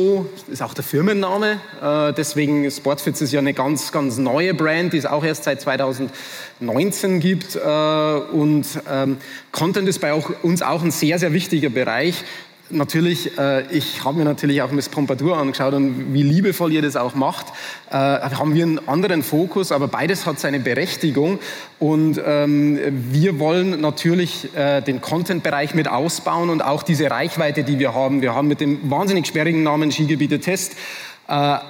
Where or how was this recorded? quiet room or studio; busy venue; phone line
busy venue